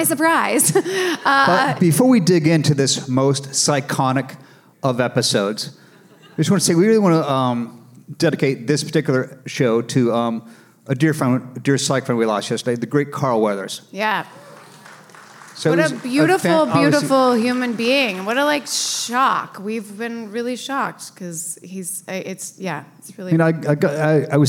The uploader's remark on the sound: LIVE FROM SKETCHFEST. Are joined by hundreds of Psycho's LIVE.